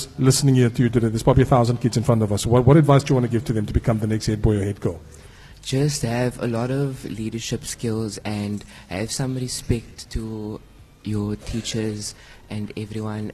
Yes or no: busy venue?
yes